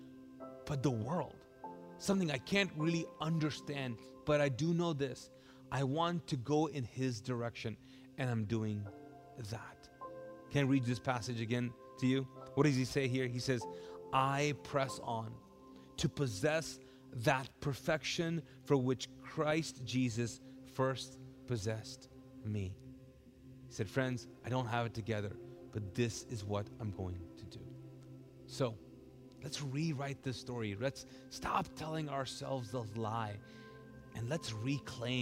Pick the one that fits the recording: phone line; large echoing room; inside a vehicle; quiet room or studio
large echoing room